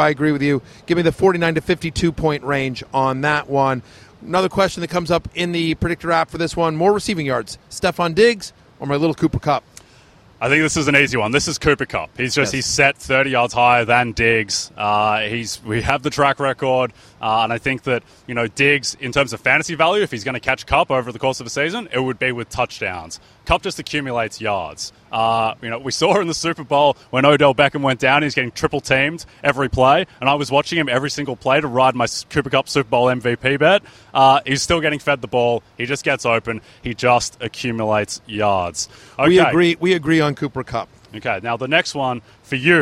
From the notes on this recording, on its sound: Live from SoFi Stadium in Los Angeles